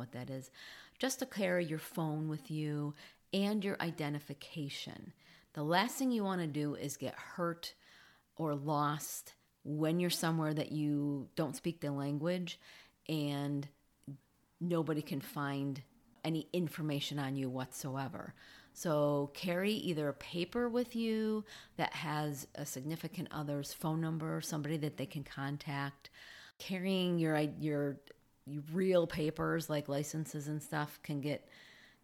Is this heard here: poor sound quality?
no